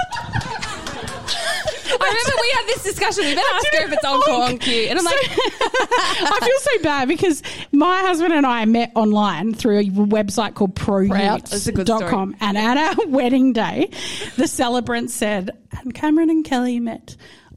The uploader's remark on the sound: LIVE Episode. Shits & Gigs 2 was recorded in front of a live audience. Big thank you to super fans who came along to support our LIVE recording and gave us a cheeky helping answer here and there.